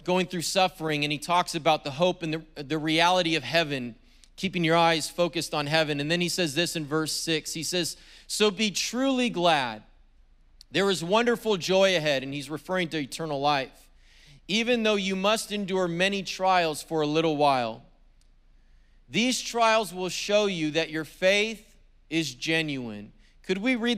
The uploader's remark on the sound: was preached on February 20th at the 10AM service.